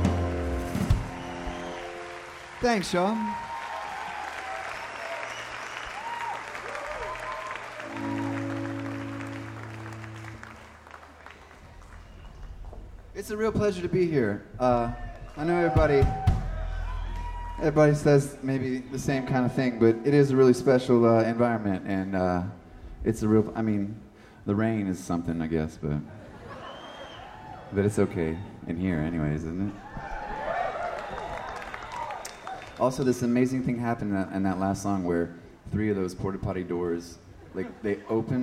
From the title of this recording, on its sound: Live At The Newport Folk Festival, 2013